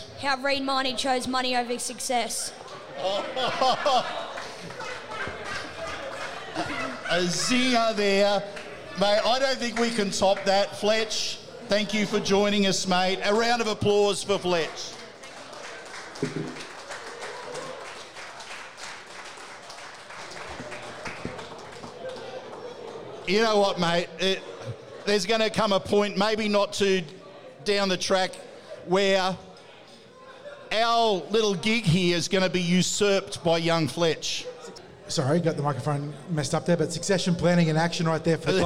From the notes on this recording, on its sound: The Tip Sheet is live from Jacks Bar & Grill